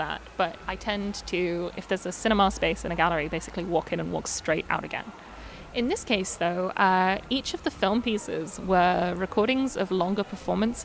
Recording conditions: background noise